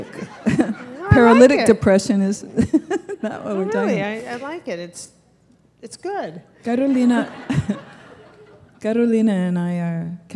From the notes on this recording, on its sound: Keynote from the Being Fearless Conference, NYC 2004